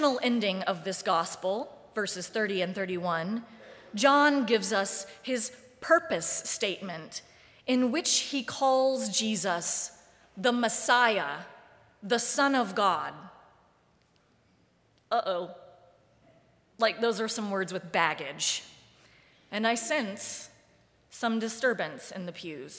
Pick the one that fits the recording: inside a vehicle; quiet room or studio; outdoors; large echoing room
large echoing room